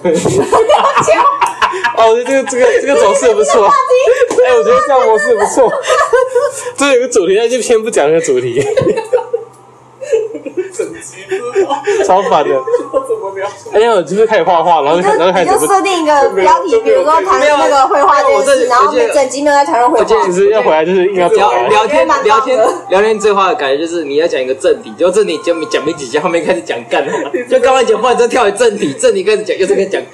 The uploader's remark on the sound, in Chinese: 隨意聊到要錄podcast，然後又不小心按到apple watch的錄音，結果不小心就上傳了。